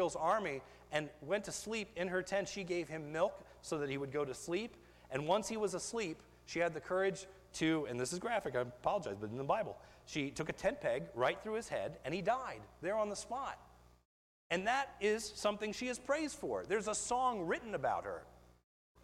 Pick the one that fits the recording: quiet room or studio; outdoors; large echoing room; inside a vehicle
large echoing room